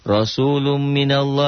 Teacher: lafad Allahnya dibaca tebel tabkhim. Kenapa dibaca tebel? Karena sebelum lafad Allah ada huruf yang berbaris di atas. Hurufnya nun barisnya fathah.